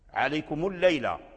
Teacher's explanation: اللام الأول ساكن وأدغم في اللام الثاني، لأن كل حرف مشدد فأصله من حرفين والأول من الحرفين ساكن.